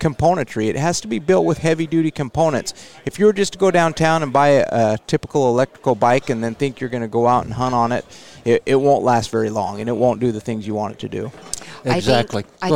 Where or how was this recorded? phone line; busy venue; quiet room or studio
busy venue